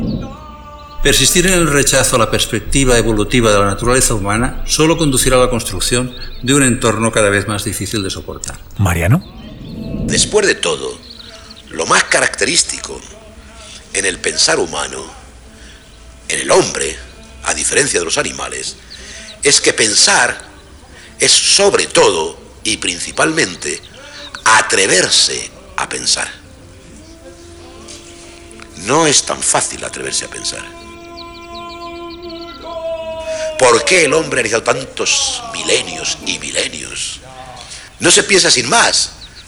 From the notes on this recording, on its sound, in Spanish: Escapa del ruido de la ciudad para cobijarse en el jardín de ‘La Biblioteca de la Memoria’, un lugar más asimilable a las condiciones del entorno ancestral en el que tomó forma nuestro actual cerebro.